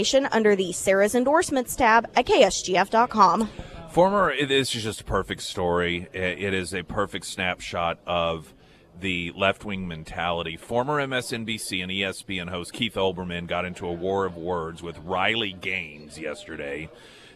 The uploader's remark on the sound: live at Scramblers Diner.